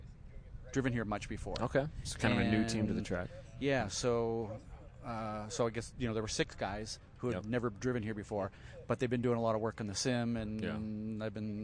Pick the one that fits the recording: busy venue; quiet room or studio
busy venue